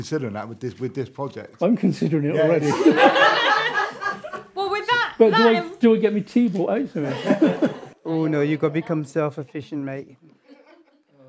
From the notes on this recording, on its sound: Recorded with a live audience in the prototype We Can Make House. Artists were invited to sit in on the recordings.